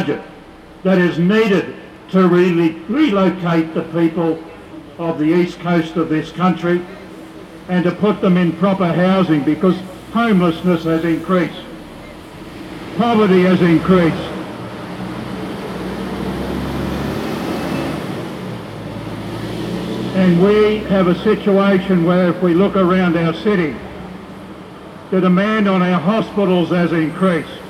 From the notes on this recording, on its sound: Rally for Peace 18 March 2022 outside the Hilton Hotel organised by JustPeace while Minister for Defence Dutton was speaking to the American Chamber of Commerce at a $2,000 luncheon inside the Hilton Hotel Brisbane.